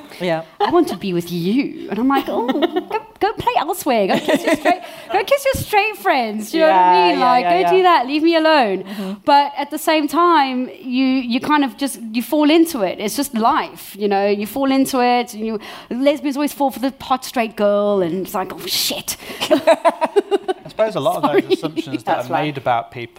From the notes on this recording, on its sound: We were asked to record one of our podcasts at their final event.